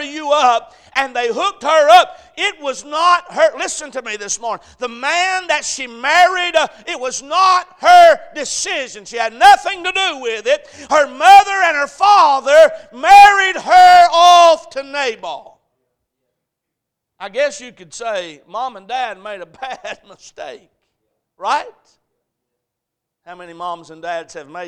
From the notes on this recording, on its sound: A message preached at Crossroads Baptist Church